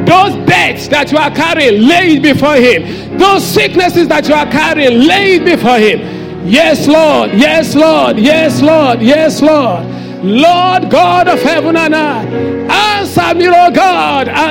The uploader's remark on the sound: Sunday Service message preached. The senior pastor of Fountain of Love, RCCG Aberdeen, UK.